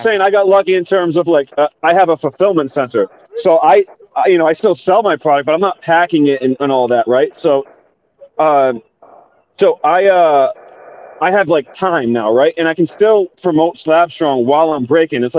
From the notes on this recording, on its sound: live with coverage from the Mint Collective Card Show in Las Vegas, Nevada.